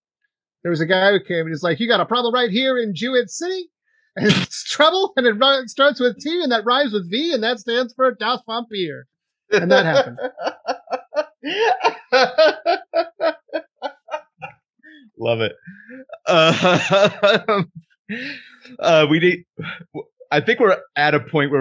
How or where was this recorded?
video call